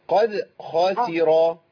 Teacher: الخاء مفخمة والسين مرققة والراء مفخمة